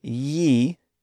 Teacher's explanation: So when you say ye, you might constrict that initial sound a little bit more to create a contrast between the y and e